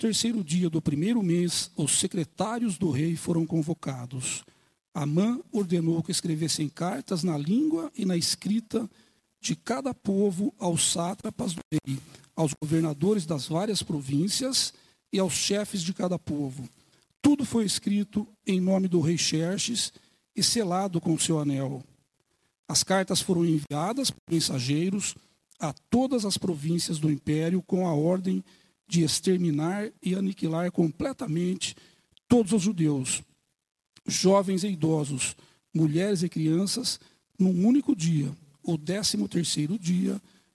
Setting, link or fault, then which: setting, large echoing room